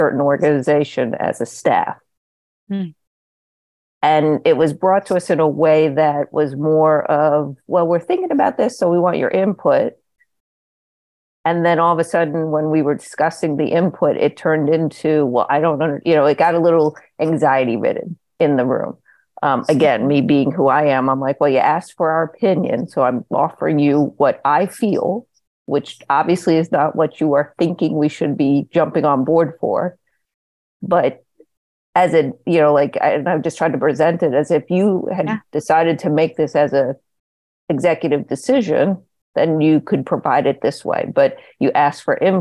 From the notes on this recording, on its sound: This webinar was originally recorded. In this coffee talk, we hear grantmakers, scholarship providers, and community foundations share challenges. Communicate For Good Webinar Recording.